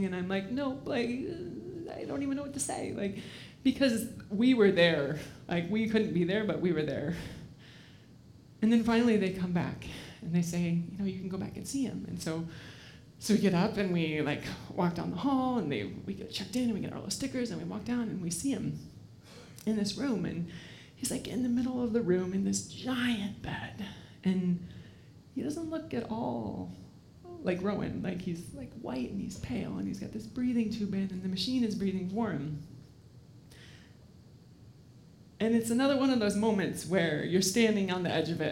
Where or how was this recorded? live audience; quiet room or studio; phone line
live audience